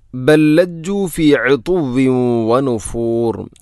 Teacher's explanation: ഇവിടെ ബല്ലജ്ജു, ബൽ ലജ്ജു എന്നല്ല, ബൽ ലജ്ജു. ഒന്നാമത്തെ ലാമിന് രണ്ടാമത്തെ ലാമിലേക്ക് ഇദ്ഗാം ചെയ്യുന്നു, കൂട്ടി ലയിപ്പിച്ച് ഒതുന്നു.